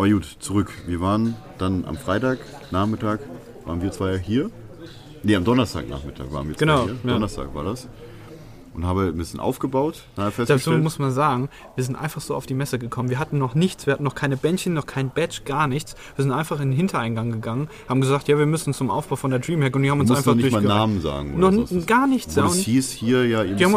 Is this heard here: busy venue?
yes